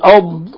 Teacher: تخرج الضاد من حافة اللسان مع ما يلي من الأضراس العليا، والضاد حرف استطالة يمتد اللسان في مخرجه.